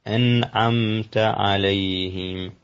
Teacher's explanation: النون الساكنة بعدها العين، فتعطى حكم الإظهار، عين حرف من حروف الحلق، وأسلمنا أن النون الساكنة إذا جاء بعدها حرف من حروف الحلق فتكون مظهرة، فنقول أنعمت عليهم.